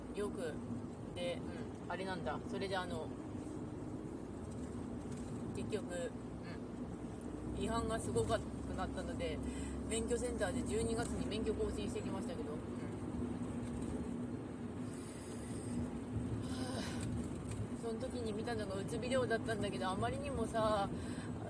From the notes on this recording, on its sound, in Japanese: 運転しながら帰り道の配信 from Radiotalk。